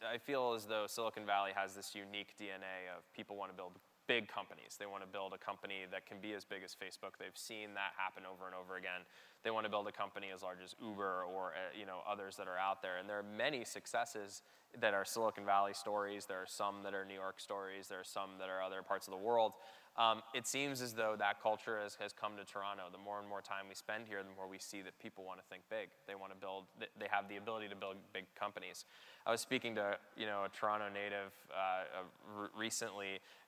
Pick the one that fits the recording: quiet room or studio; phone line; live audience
live audience